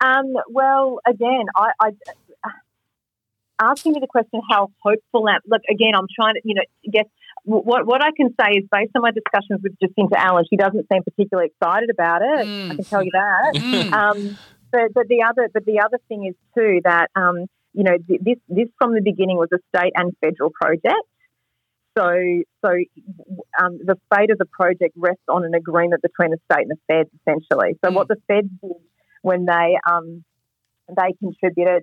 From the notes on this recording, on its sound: We managed to get her on the phone. Raw and unedited.